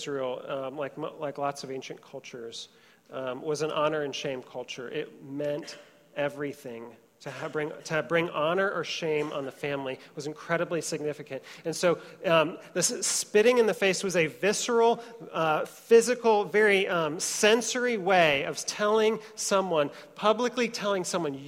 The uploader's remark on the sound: Trinity Church, Puerto Rico